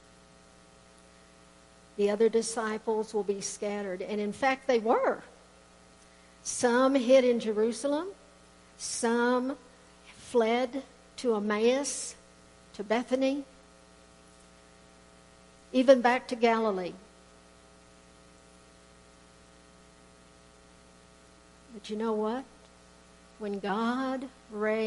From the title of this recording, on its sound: Woodland Life Church Live